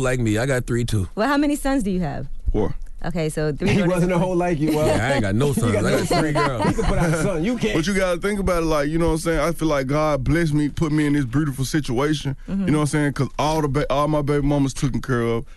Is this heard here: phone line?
yes